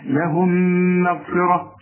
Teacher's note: عندك الميم الأولى بدون تشكيل، الميم الثانية متحركة يعني مفتوحة أو مضمومة أو مكسورة، فالميم الساكنة بتخش في الميم دي تبقى ميم دبل كده